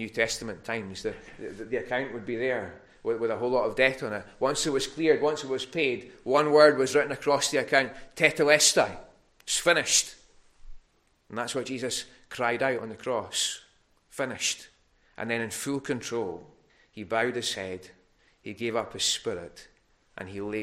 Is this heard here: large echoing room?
yes